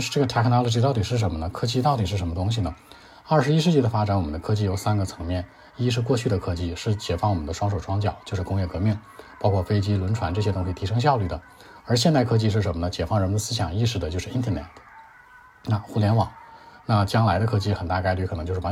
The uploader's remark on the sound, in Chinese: 考场录制有杂音